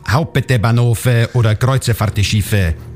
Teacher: Die Italiener müssen einfach zwischen allen Konsonanten einen Vokal sprechen